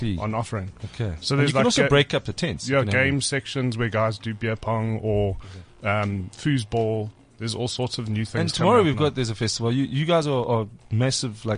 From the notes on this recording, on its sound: The entire JUSTNOW team are at a beer festival in Benoni to break a world record for Beer Pong. We get to mingle with our 'podfans' in person.